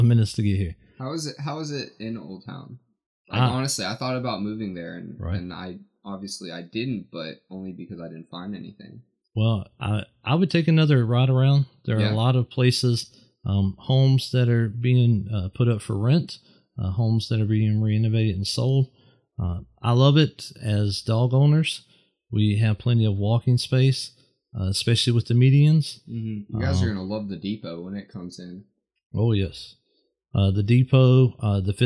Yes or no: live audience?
no